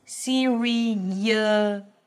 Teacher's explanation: Since there are two vowels that connect, then you almost hear an intrusive y sound in the middle.